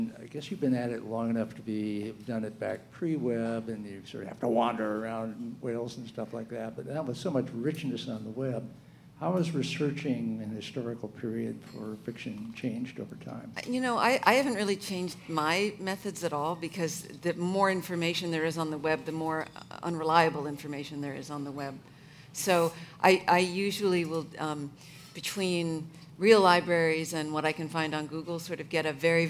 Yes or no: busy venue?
yes